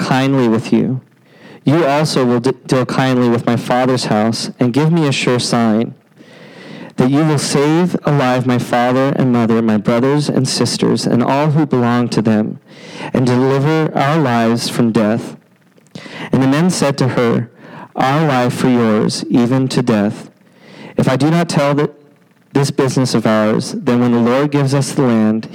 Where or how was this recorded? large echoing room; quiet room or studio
large echoing room